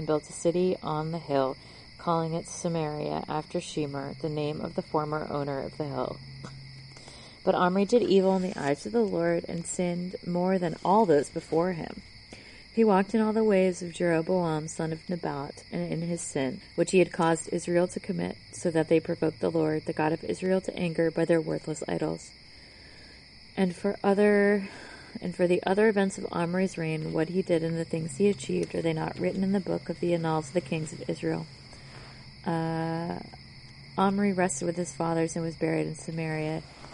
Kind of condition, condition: setting, outdoors